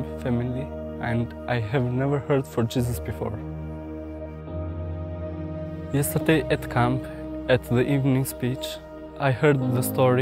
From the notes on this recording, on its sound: This recording captures a sermon delivered live at Willow Creek Baptist Church in Midhurst, Ontario, near Barrie.